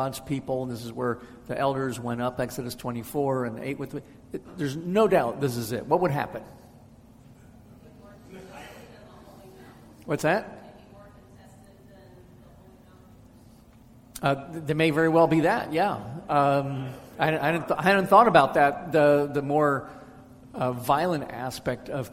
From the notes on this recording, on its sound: answers questions from the audience